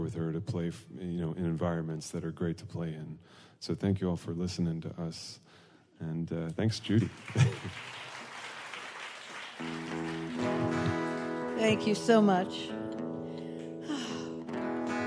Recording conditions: live audience